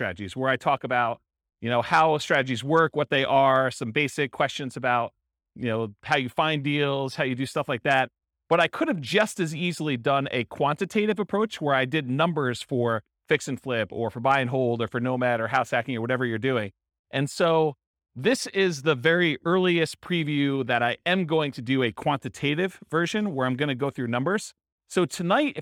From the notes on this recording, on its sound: This was a live class recorded. Live in-person version.